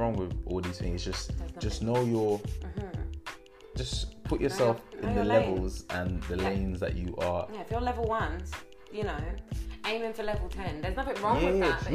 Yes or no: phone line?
no